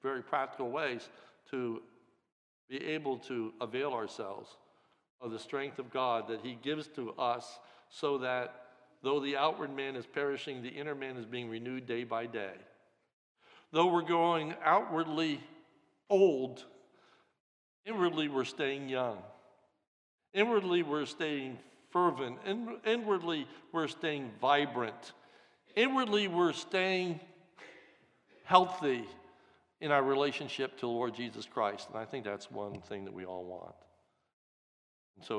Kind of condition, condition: setting, large echoing room